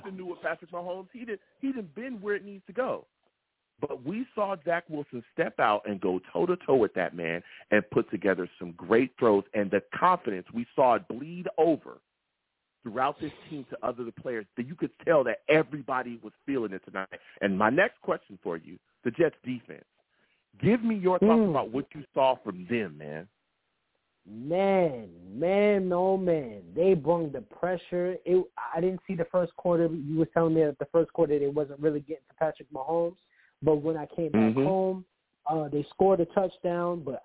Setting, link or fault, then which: link, phone line